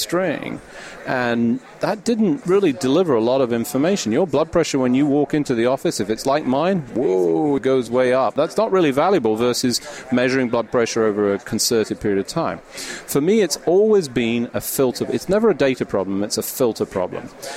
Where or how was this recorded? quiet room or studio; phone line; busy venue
busy venue